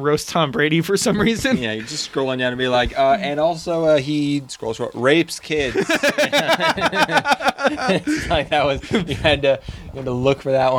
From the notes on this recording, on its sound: Special Camping Bonus. We recorded this in the woods.